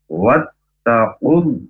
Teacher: Wanya tidak usah wat, tapi langsung yakin, langsung masuk ditekan ke huruf ta.